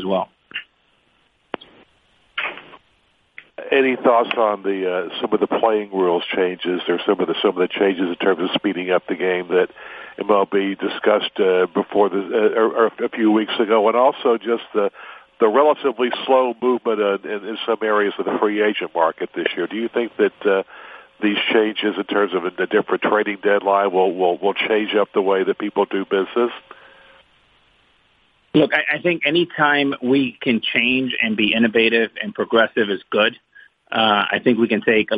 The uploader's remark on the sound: MLB Conference Call